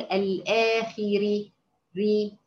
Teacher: مش بقول الاخيري ري كده، نطقت الحركه كلها كامله فرققت الراء